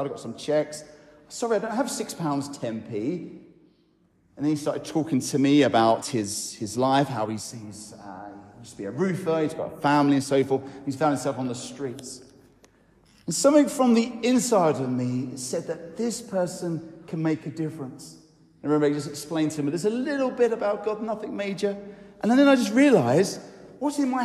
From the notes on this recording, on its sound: I recorded on Sunday 16th July at Newcastle Holy Cross an encouraging talk